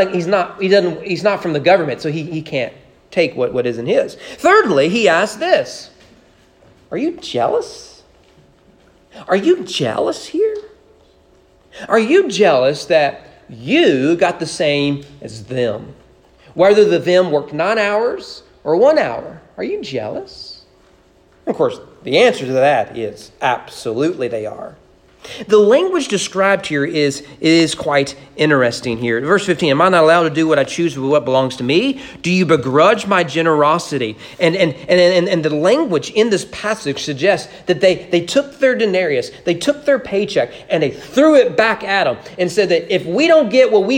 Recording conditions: large echoing room